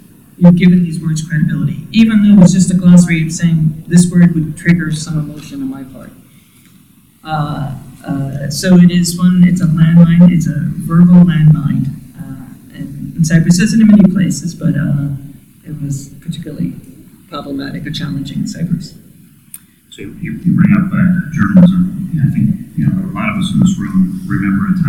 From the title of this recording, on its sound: Event Recording